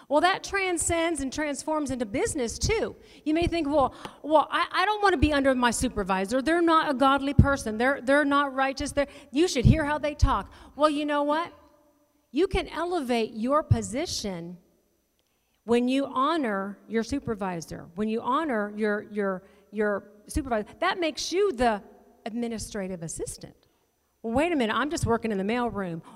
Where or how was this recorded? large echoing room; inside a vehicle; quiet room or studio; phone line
large echoing room